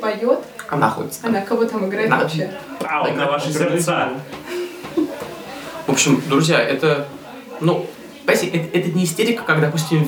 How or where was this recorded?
busy venue